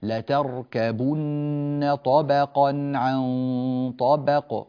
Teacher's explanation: كلمة طبقا وطبق نرقق الباء فيهما